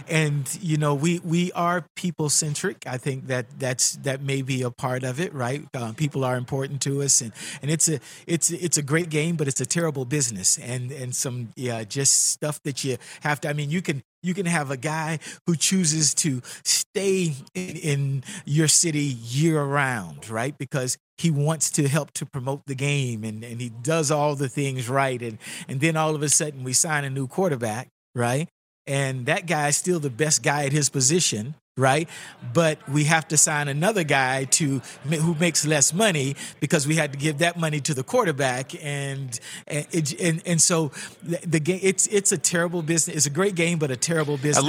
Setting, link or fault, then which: setting, busy venue